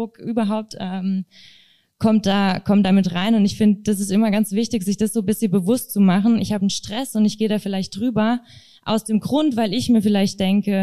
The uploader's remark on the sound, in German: Live on stage beim FESTIVAL FIVE FESTIVAL FIVE 2023: Am Mittwochabend bauen wir die Bühne im BASEment auf, denn wir haben spannende Gäste zu einem Live Talk eingeladen.